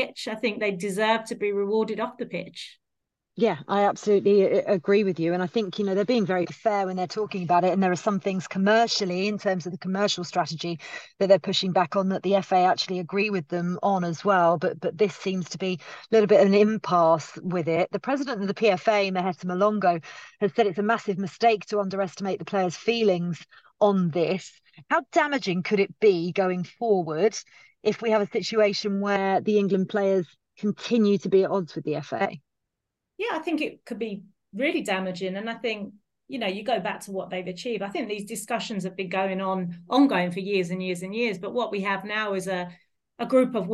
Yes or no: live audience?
no